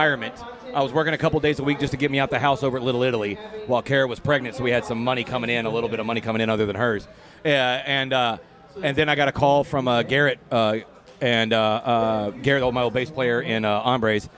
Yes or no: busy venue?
yes